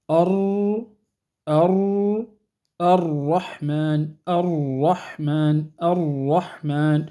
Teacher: من ناحية حالة اللسان، أما المخرج فإنه لا يتغير، نفس المخرج، ولكن وضع مؤخر اللسان، وضع مؤخر اللسان، آخر اللسان إلى الداخل آخره، وضعه يختلف، فيرتفع أقصى اللسان، فيرتفع أقصى اللسان عند نطق الراء المفخمة